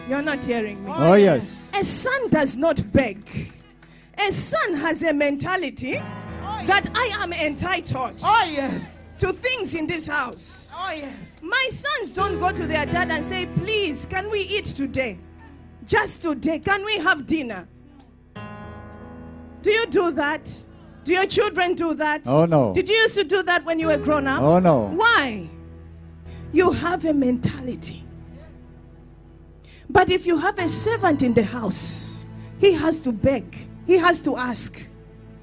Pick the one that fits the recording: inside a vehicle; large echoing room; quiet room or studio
large echoing room